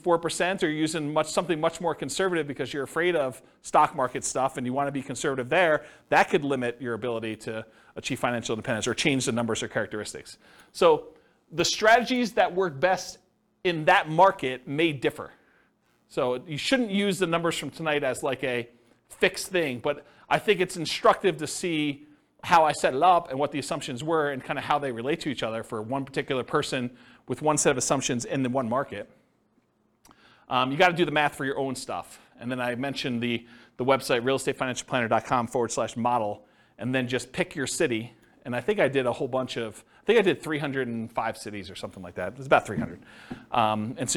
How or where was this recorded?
live audience